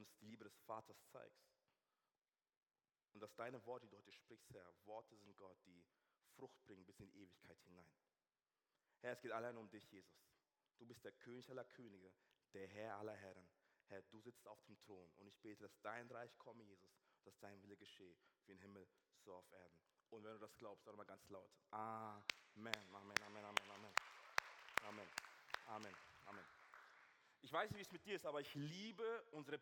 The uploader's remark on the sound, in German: aus unserem Gottesdienst